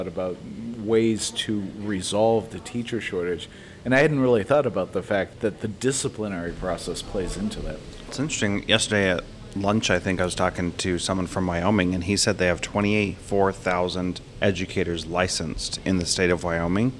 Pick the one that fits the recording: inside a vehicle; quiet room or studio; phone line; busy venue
busy venue